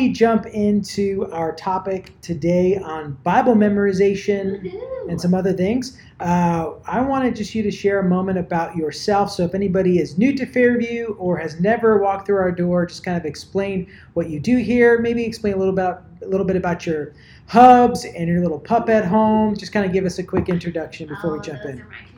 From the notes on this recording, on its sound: Our apologies for the sound quality of this episode!